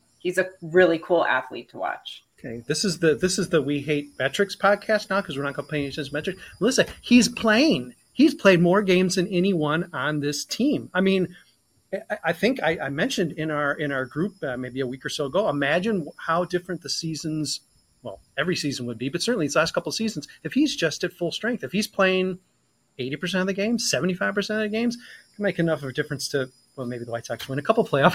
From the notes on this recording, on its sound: weather smoke, technical difficulties and the encroaching sunset